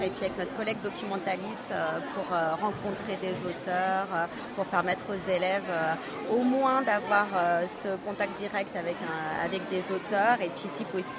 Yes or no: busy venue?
yes